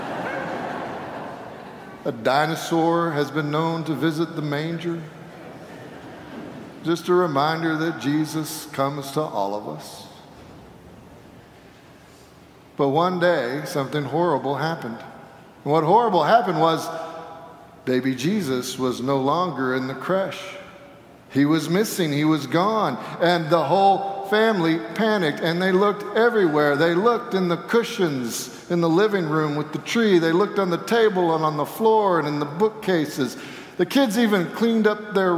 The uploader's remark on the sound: Sanctuary Service.